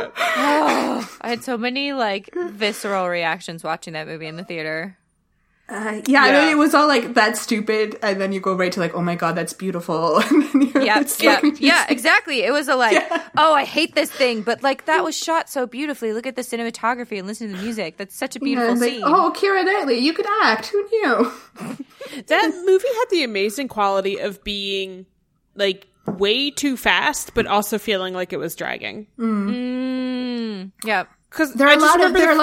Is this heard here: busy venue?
no